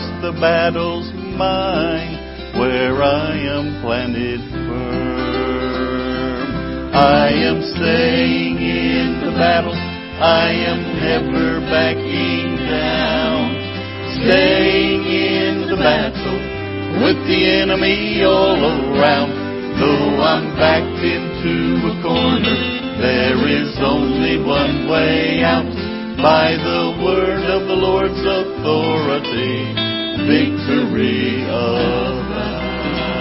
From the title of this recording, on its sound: Ketha Heights Baptist Church ~ Live Broadcast